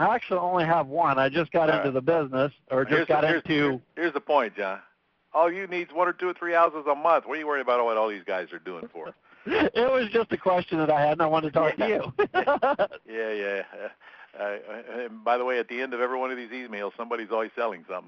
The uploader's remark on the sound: Q&A Call